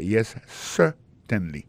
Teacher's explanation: regardez bien pour un mot certainly, accent tombé sur le premier syllabe là. · Term: accent tonique